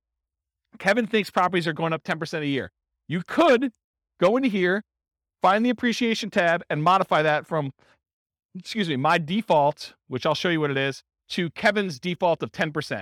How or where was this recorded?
live audience